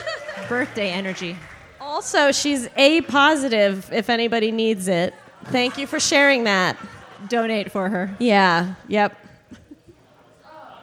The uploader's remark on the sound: LIVE! From AVS/IVS Festival 2022. This episode was recorded live at The Loft in Columbus, SC, just a stone's throw from Columbus State University. It was part of the late night cafe events for the American Viola Society Festival/International Viola Congress which was held in June of 2022, and features a live studio audience, fabulous “game-show” contestants and even a guest host.